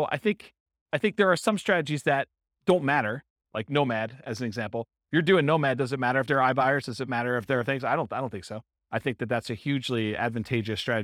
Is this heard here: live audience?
yes